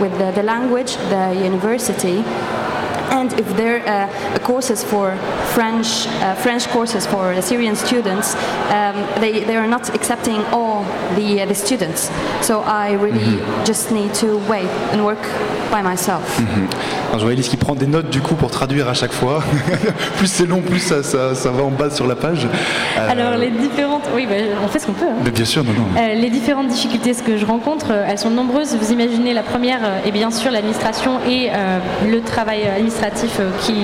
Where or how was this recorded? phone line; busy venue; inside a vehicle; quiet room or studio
busy venue